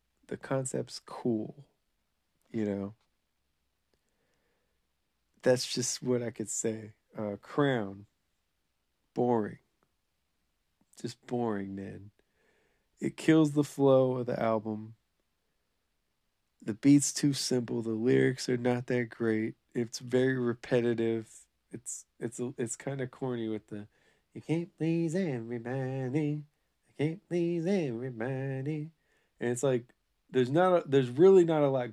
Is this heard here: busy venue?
no